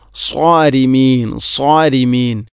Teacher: സ്വാരിമീൻ എന്നതിലെ സ്വാദ് അവിടെ സോരിമീൻ എന്നാണ് പറയുക, സോരിമീൻ ഉണ്ടോ, മലയാളത്തിലെ സോ എന്ന ശബ്ദം. സ്വാദ് ഉച്ചരിക്കുമ്പോൾ നാവിൻ്റെ മധ്യഭാഗം അണ്ണാക്കിലോട്ട് ഉയർന്നു വരണം, അതാണതിൻ്റെ പ്രധാനപ്പെട്ട സ്വിഫത്ത്. അതില്ല എങ്കിൽ പിന്നെ സീനാകും.